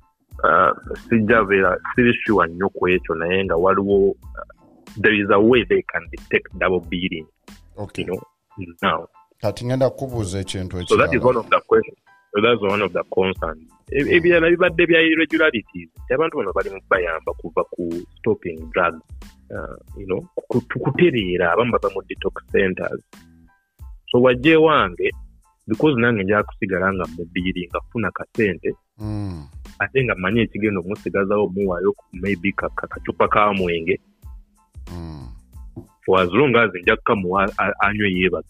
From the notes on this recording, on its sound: via telephone conferencing